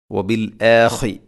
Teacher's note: ഖാഇൻ്റെ മഖ്റജ് തൊണ്ടയുടെ മുകൾ ഭാഗമാണ്